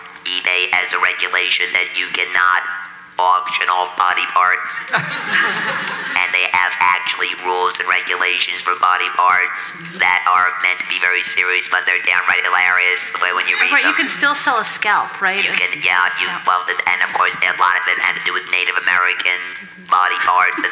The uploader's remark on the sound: at a Zócalo/Getty panel